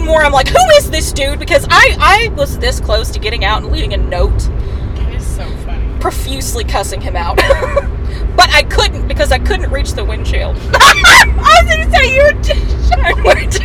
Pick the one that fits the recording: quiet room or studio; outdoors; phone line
outdoors